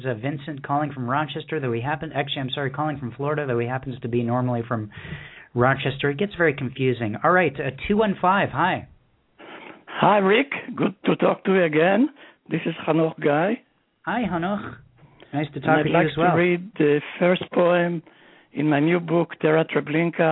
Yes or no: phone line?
yes